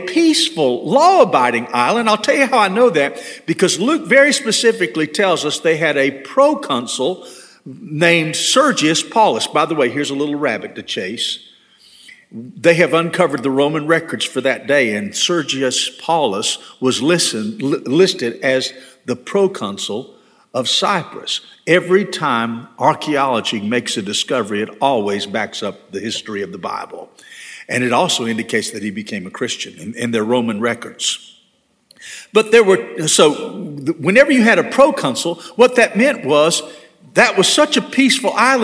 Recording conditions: large echoing room